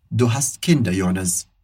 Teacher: A melodia, a gente diz que é decrescente nessas afirmações do alemão, né? Mas ela sobe no final da frase por conta do oder.